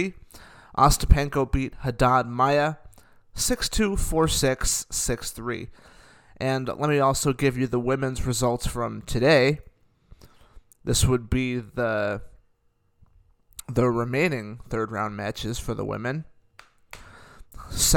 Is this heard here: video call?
no